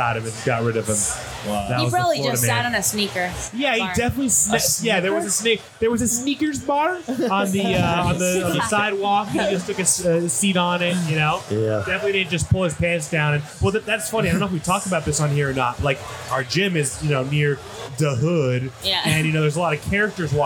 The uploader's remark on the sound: we recorded this one live at wodapalooza with the whole team